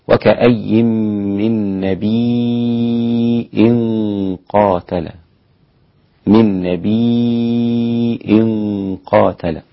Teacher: الإمام نافع قرأ بالهمز في النبي